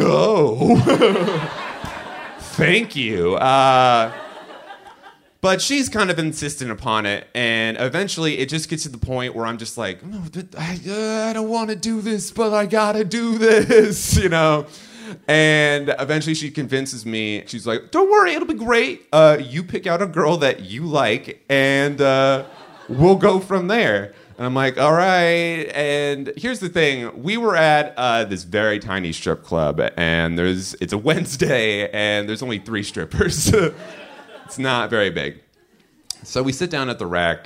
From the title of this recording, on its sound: Live From Portland 2!